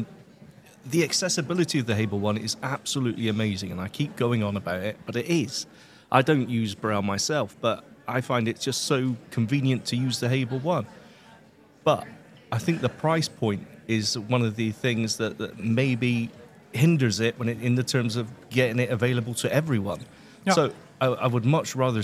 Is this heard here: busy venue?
yes